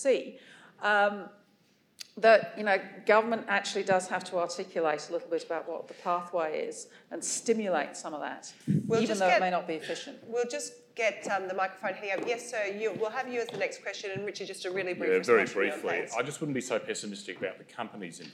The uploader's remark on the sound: Melbourne event recording. This is an event recording of a public forum in the Energy Future series, hosted by Melbourne Energy Institute and Grattan Institute.